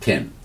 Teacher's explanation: And it, the only difference is b has a, a, gentle closing of the lips, where p it has a plosive or rapid separation of the lips with the sound and letting the air escape in that way